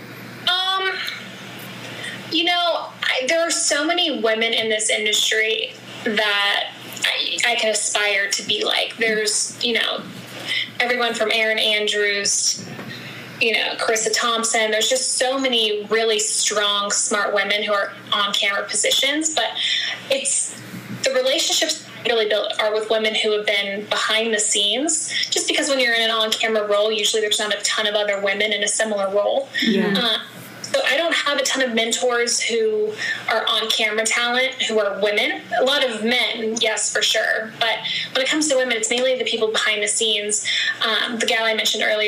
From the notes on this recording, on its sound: via ZOOM